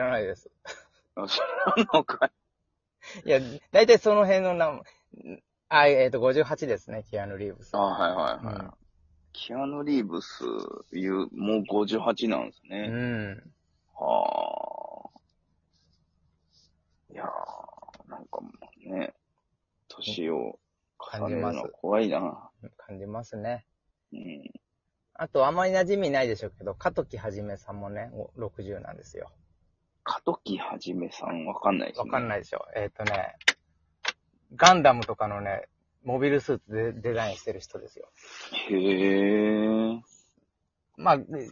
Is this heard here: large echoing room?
no